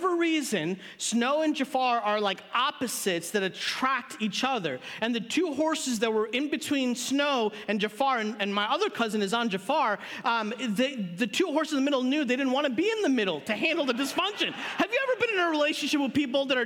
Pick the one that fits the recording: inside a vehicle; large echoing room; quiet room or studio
large echoing room